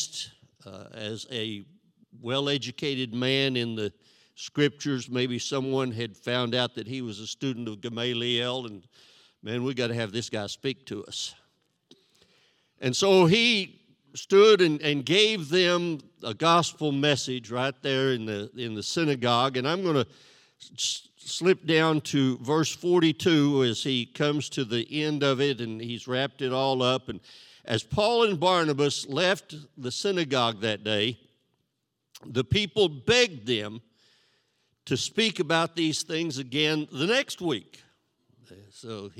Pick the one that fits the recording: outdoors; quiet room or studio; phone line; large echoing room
large echoing room